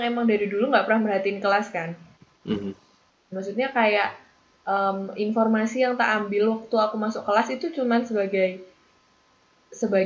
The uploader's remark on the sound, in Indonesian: Bermodalkan fitur Skype Recording dengan kualitas pas-pasan (jelek)